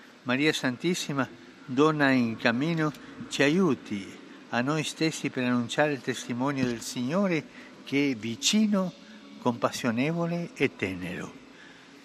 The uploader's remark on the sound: PETER'S SQUARE, RECITATION OF THE ANGELUS PRAYER